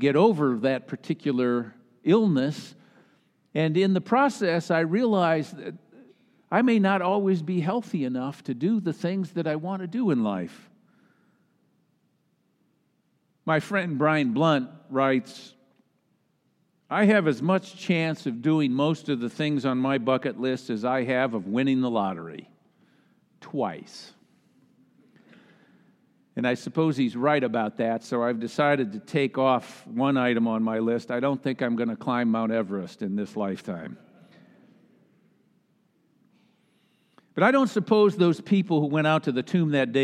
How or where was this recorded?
large echoing room